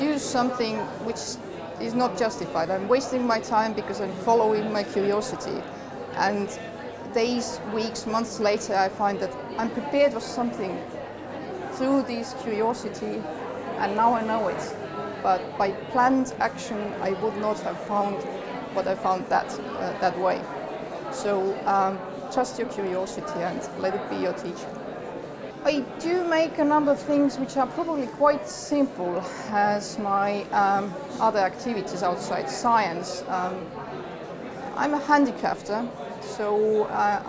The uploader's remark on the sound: Recorded at the 38th New Phytologist Symposium: Colonization of the terrestrial environment, by Leeds Media.